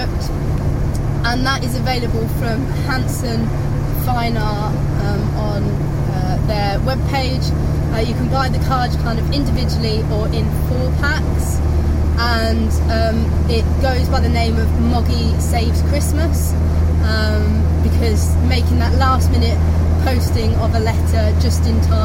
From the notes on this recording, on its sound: all recorded from my 1968 Morris Minor, Peggy